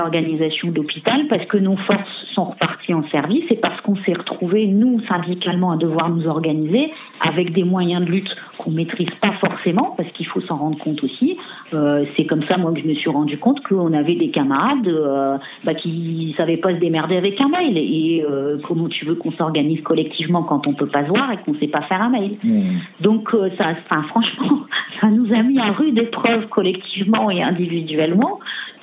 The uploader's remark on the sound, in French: Entretien téléphonique réalisé ce 18 avril